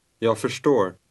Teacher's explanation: in Swedish, an S following an R has a sh sound